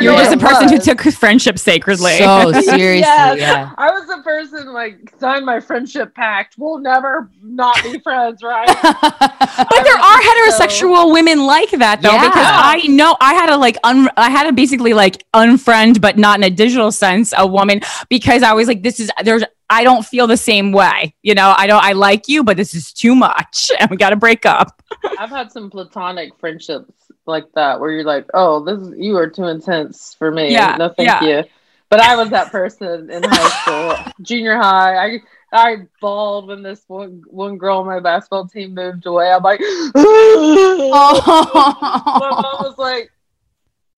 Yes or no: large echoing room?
no